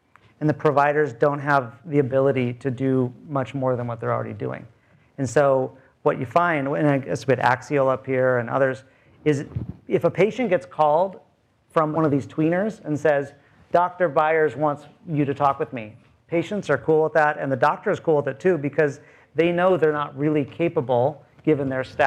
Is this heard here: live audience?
yes